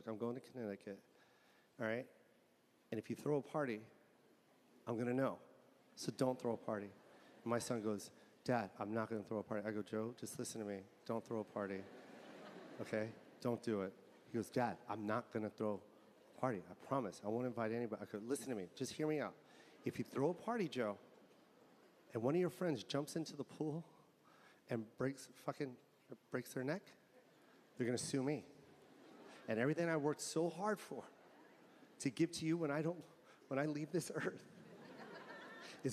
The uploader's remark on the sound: Live from the Los Angeles Forum 2022